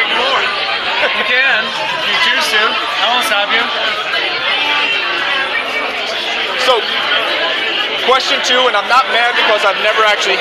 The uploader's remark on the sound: Laphroaig tasting event at Rustic Root in San Diego. Sorry for the audio on this one, it was a loud event.